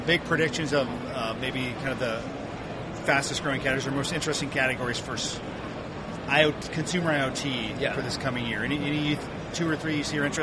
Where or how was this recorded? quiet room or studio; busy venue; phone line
busy venue